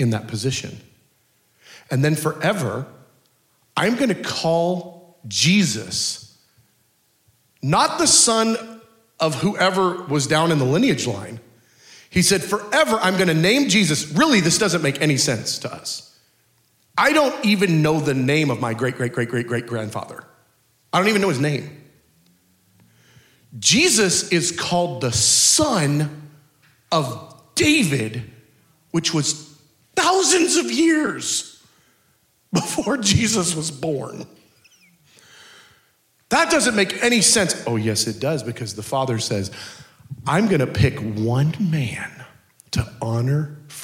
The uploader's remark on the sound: Culture of Prayer Conference Session 3